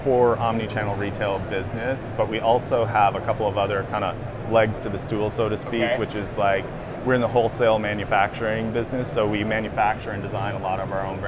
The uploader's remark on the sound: Live From NRF 2024.